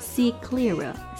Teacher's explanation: Just to try tosee it， see it， C E 结尾，然后呢 E K 开头哈，元音一结尾，后一个是元音开头，所以会有一个外加的 y，字母 j 那个音标 see it clearer，这个 t 跟 k 两个爆破音相连，当然这个 t 就失去爆破了